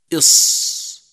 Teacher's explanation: أولا الهمس، حيث يجري معه النفس عند النطق به إص. ثانيا الرخاوة، يجري معه الصوت عند النطق به كما هو واضح من نطقه إص.